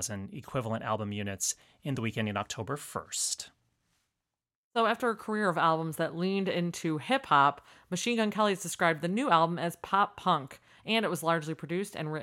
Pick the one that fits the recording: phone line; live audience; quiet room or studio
quiet room or studio